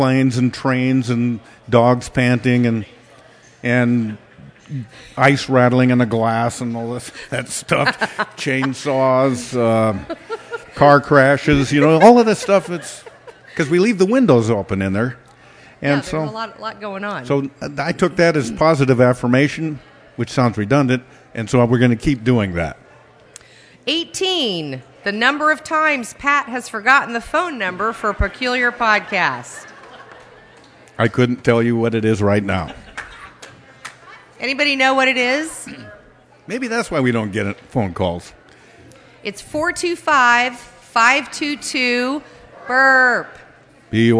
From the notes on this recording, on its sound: Celebrate the 100th episode with 10,000 of their closest friends and fans of the podcast live at Third Place Commons.